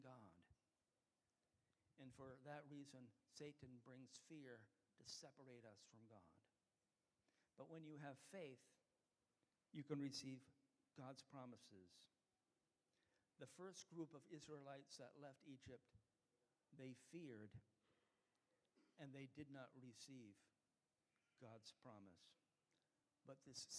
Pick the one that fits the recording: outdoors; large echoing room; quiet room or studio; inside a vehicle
large echoing room